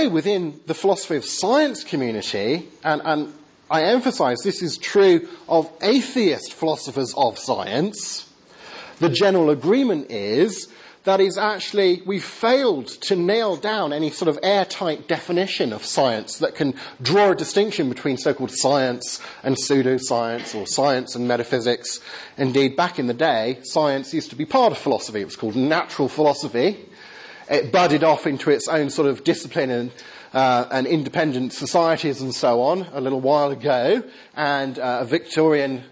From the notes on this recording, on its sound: Lecture with Q&A. Westwoodhill Evangelical Church, East Kilbride. This event was organized by 'Scientists in Congregations Scotland'.